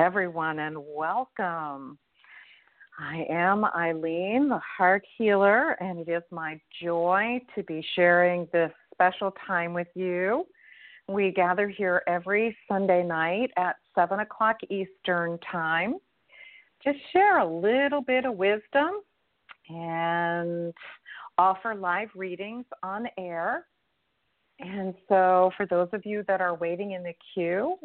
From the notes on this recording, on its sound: in response to callers' questions